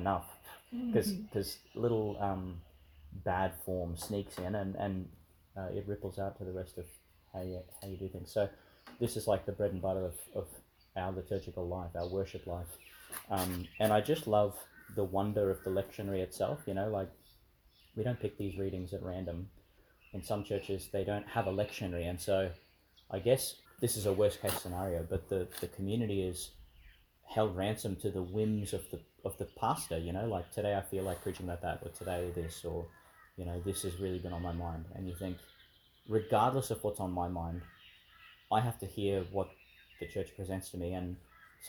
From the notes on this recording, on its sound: in the park outside St Mary's Church, Ubobo, Qld.